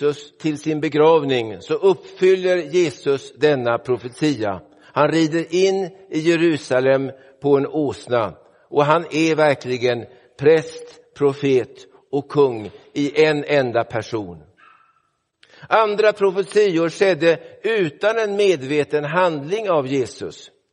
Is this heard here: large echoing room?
yes